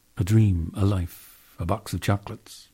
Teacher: The indefinite article a, though its name is a, is nearly always pronounced as a schwa